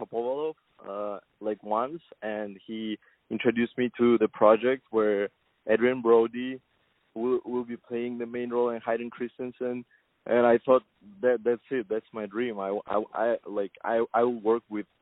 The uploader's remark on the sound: On the phone